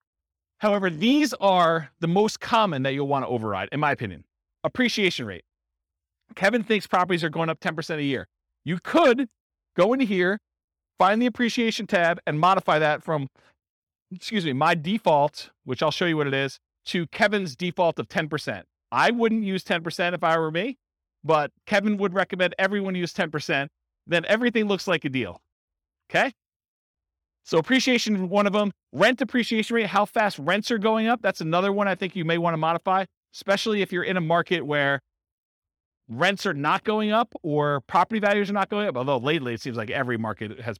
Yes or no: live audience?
yes